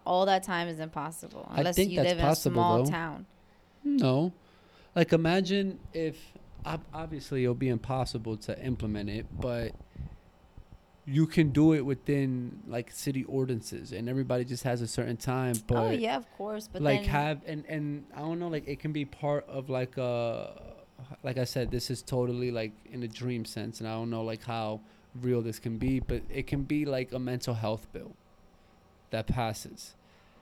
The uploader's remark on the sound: record on their balcony outside